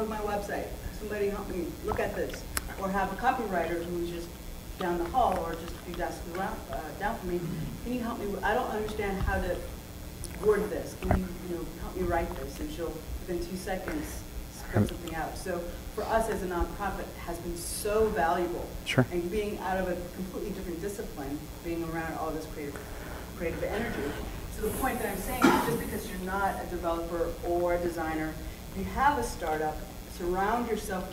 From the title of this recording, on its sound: Keynote from "Queen City Merge" conference (full recording, unedited)